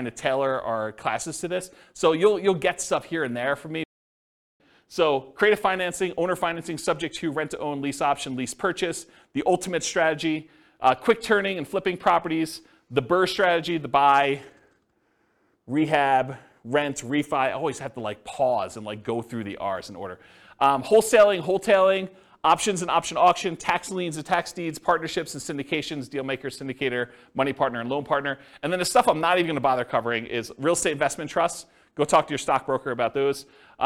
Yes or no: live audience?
yes